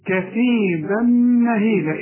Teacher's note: التنوين اللي بعده مين؟ إدغام كامل بغنة، علامة إن يكون إدغام كامل إن الميم أو النون عليهم شدة، كثيبا مهيلة، وكلمة مهيلة كلها حروف مرققة.